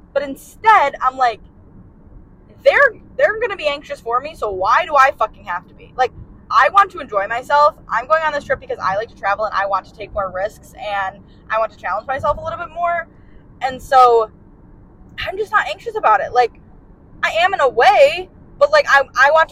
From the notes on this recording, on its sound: While in Alaska on a solo trip in September. Audio isn't the best quality.